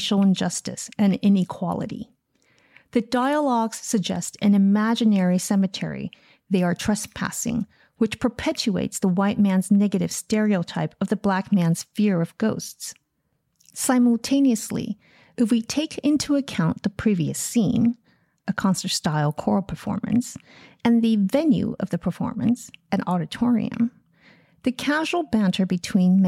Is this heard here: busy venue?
no